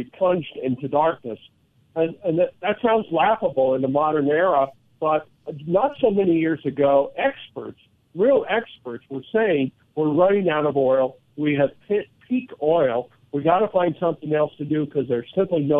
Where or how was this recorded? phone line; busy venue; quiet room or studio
phone line